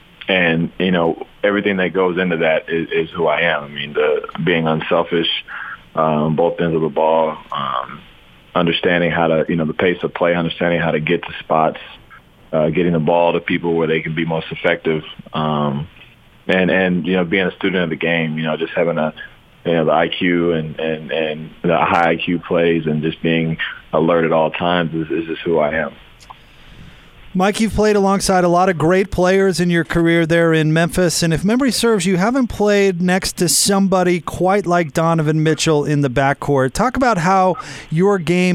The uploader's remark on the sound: called in to 'The Big Show'